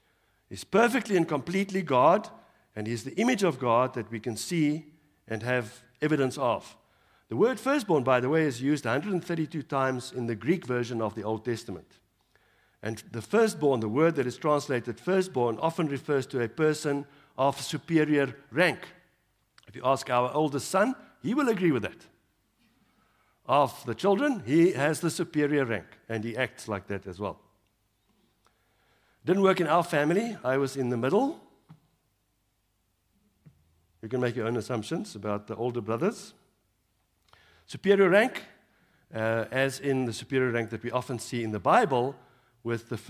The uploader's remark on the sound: Evening Worship Service.